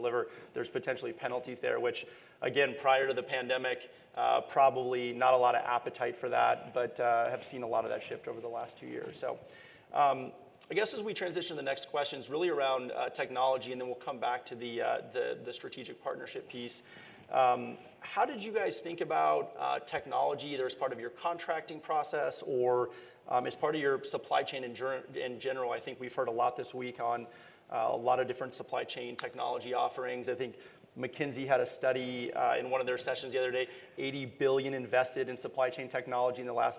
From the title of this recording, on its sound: NRF 2022 Panel Session